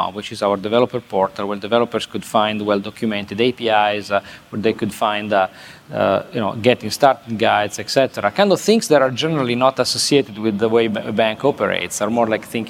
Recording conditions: busy venue